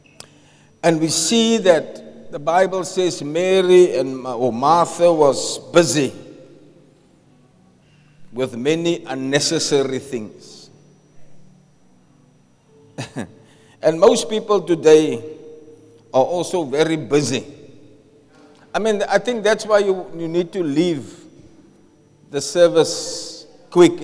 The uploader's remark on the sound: Preached at Zion Sanctuary, Cape Town on the 4th February 2024